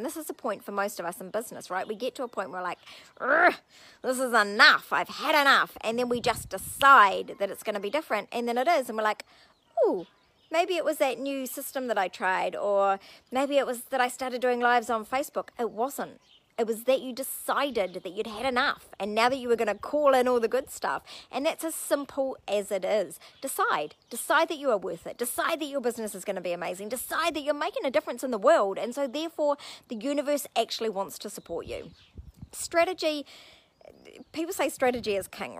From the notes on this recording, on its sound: This audio was recorded outside so I apologize for the sound quality